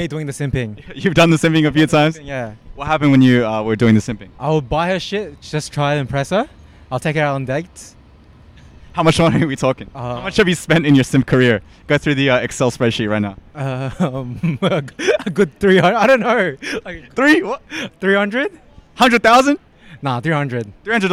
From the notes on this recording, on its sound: We pop a squat outside the apple store on George street in Sydney